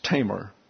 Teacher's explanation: accent on the first syllable